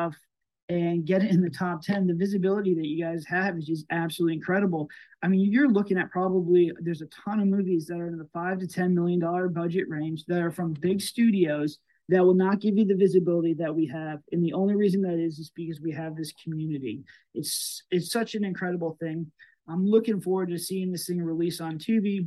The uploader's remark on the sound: In this video we recorded a live event from our DBS Films Discord.